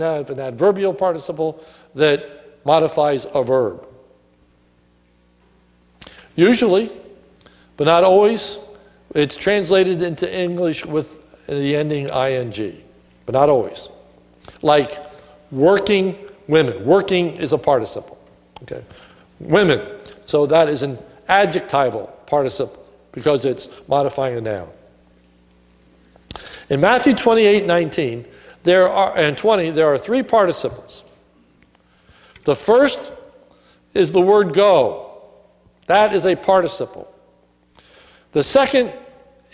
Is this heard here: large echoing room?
yes